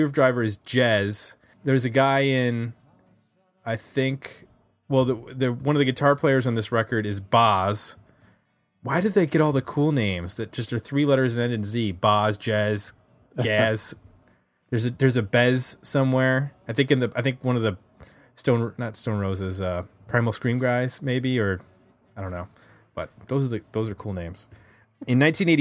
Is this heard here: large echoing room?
no